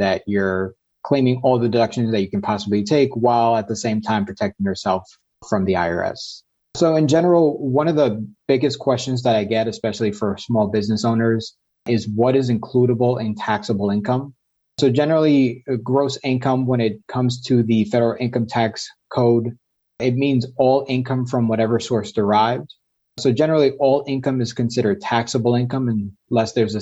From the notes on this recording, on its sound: This episode is the audio version of a webinar.